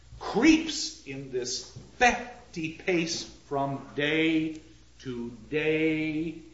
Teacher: It's an inverted iamb. The line begins, if you will, with an inversion metrically. · Term: trochee